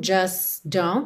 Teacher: do S você já passa pro don't, não passa pelo T do just, assim como não houve o T do don't.